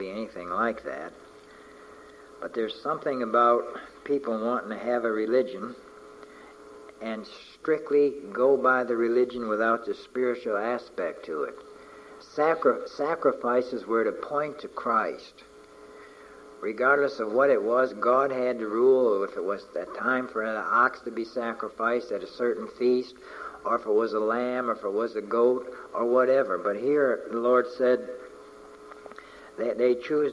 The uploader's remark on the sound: From a message preached on May 29, 1988